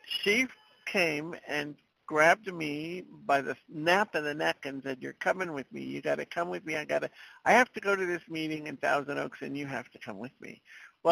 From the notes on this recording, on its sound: 100 Pounders Phone Meeting